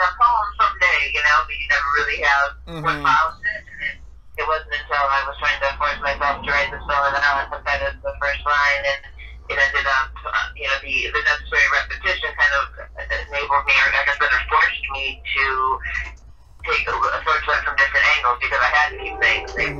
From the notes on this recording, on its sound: joins us via phone